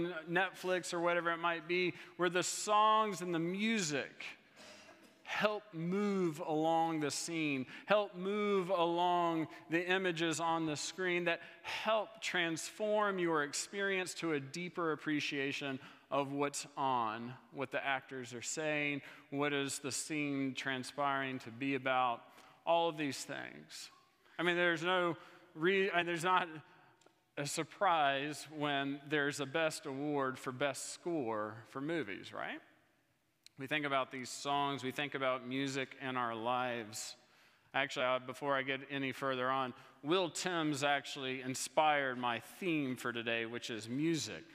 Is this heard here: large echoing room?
yes